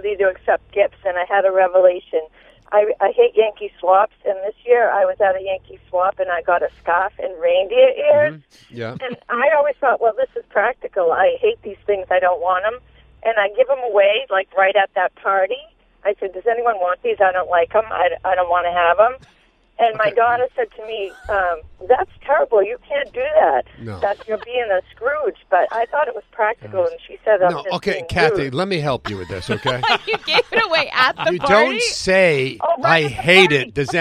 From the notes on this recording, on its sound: Listeners call